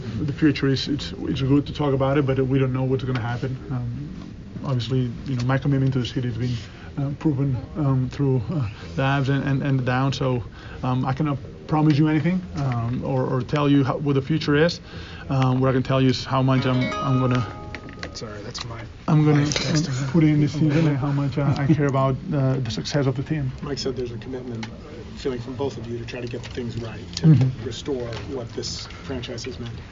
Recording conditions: busy venue